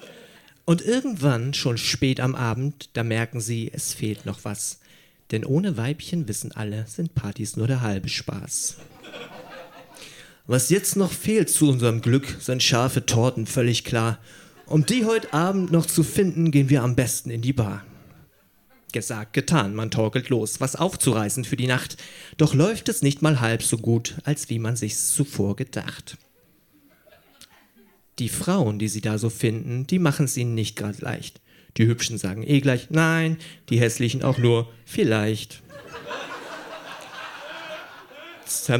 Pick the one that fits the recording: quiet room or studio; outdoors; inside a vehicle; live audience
live audience